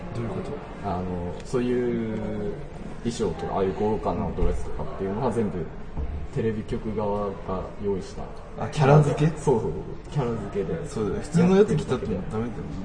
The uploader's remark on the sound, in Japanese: 今回は『初めての公開収録』です。廊下の端っこで叶姉妹の話をしました。スタジオを飛び出し初の公開収録』。スタジオから飛び出して初の野外収録』。